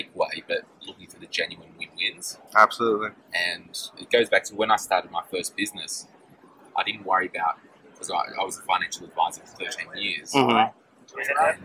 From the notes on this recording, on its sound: This episode was done live at Fincon so you might have a little background noise, but it should be audible.